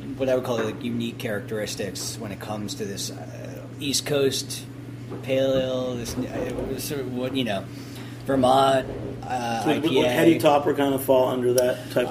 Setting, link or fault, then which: setting, busy venue